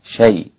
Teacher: كلمة شيء إذا وقف عليها حمزة فإنه يسهل الهمزة شيء، وإذا وصل فإنه يسكت على الساكن قبل الهمز، هكذا شيء وأنزل الله عليك.